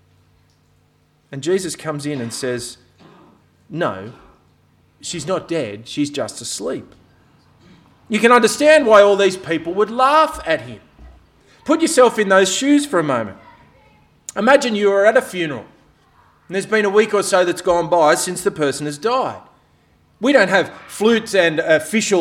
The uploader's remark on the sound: This sermon was preached on 17th September at all of Helensburgh and Stanwell Park Anglican Church.